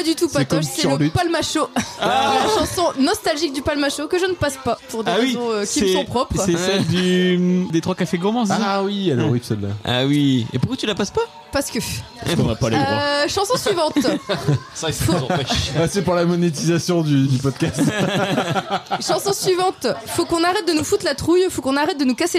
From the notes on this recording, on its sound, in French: Un épisode spécial enregistré EN PUBLIC ! (Les gens qui étaient à l'anniversaire quoi).